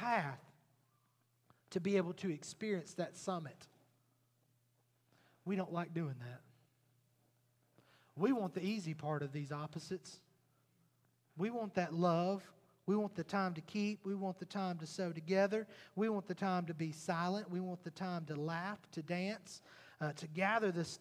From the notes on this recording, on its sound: Recorded at Highland Baptist Church Molino FL